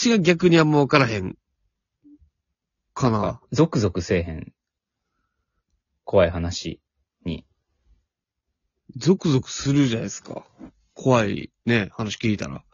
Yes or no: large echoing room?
no